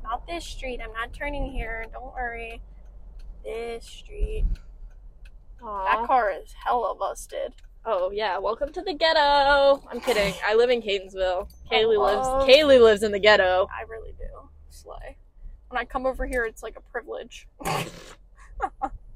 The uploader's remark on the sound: sorry about the mics we’re working on sorting them out!